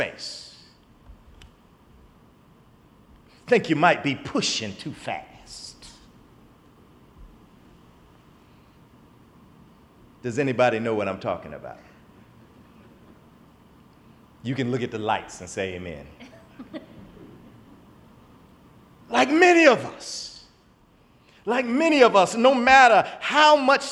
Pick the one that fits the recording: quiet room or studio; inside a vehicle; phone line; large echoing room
large echoing room